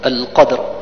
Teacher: القلقلة في أدنى مراتبها هي قلقلة صغرى للحرف الساكن في وسط الكلمة